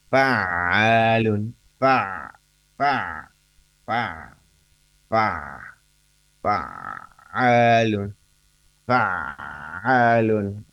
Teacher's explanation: Ini tenggorokan ya, tenggorokan tengah. · Term: ain